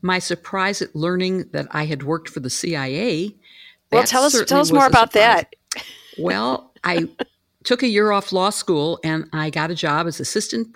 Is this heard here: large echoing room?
no